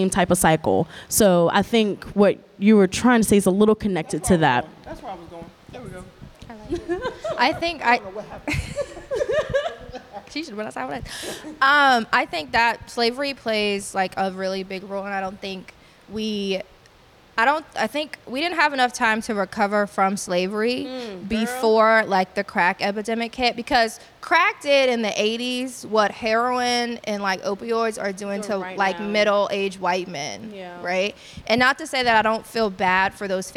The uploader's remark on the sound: Live Show